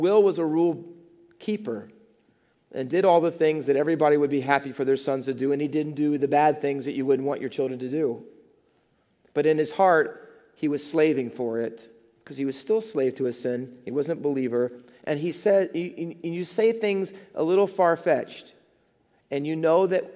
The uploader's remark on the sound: Faith Baptist Church in Hamilton, NJ.